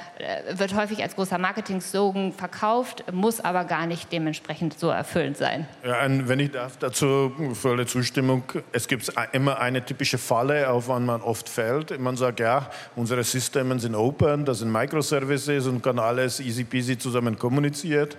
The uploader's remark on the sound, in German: live auf der Deep Dive Stage der K5 Konferenz 2023